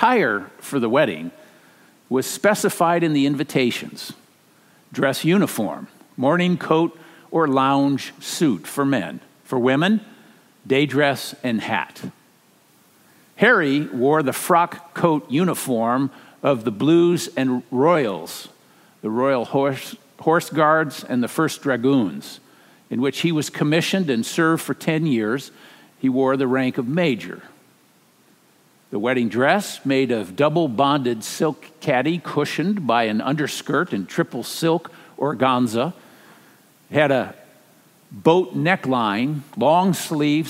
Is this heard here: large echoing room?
yes